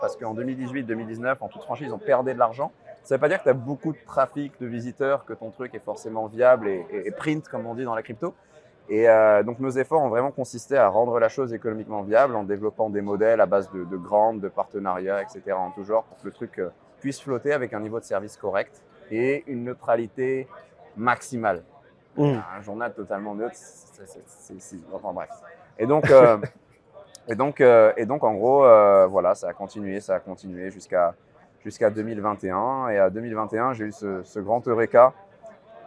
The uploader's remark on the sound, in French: que nous avons eu la chance d'enregistrer durant le Stable Summit à l'ETHCC